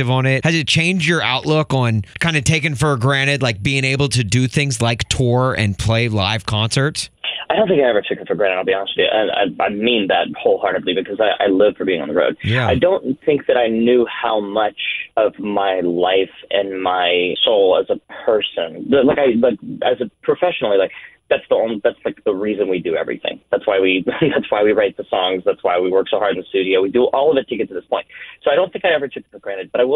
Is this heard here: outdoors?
no